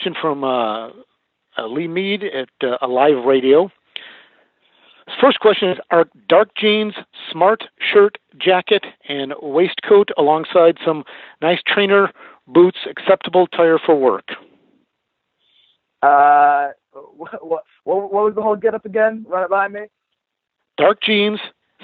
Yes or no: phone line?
yes